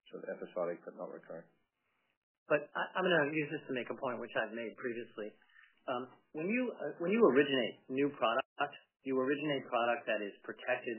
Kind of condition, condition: link, phone line